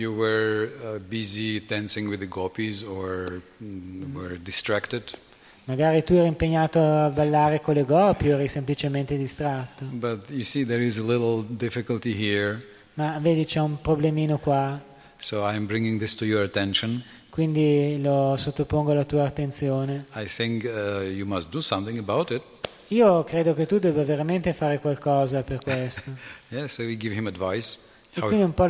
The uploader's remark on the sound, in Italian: In diretta dal Tempio di Villa Vrindavana.